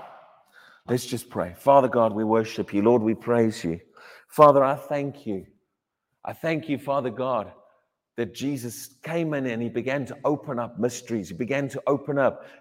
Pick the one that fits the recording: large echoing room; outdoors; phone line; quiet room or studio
large echoing room